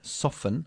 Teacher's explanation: Fíjate que no pronuncio la T